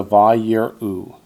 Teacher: Okay, you don't pronounce the second yod at all. No, the second yod is part of the vowel. Hirik yod just makes a long E sound